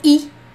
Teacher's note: Só que eles não falam assim. Eles falam o il, eles falam i.